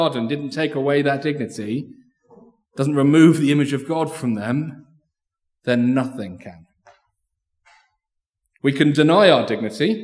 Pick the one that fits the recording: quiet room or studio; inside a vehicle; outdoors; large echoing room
large echoing room